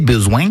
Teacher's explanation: un son qu'on appelle en phonétique un appendice consonantique nasal velaire. Donc vous voyez, il y a parfois une proximité étonnante avec notre accent provençal.